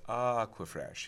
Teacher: He was lengthening the ah past where it made sense to me, and I redefined it as an unspoken R in his accent. · Term: non-rhoticized start vowel